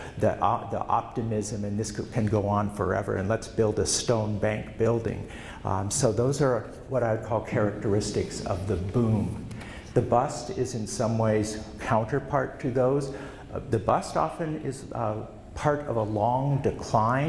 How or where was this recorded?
live audience